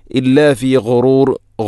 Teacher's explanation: ഇല്ലാ ഫീ ഗുറൂർ, ഇല്ലാ ഫീ ഉറൂർ ഈ രൂപത്തിലൊന്നുമല്ല. ഇല്ലാ ഫീ ഗുറൂർ ഗൈന്, ഗൈ ഗു, തൊണ്ടയുടെ ഏറ്റവും മുകൾ ഭാഗം